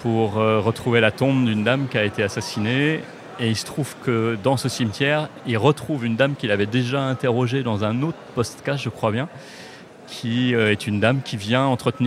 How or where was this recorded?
busy venue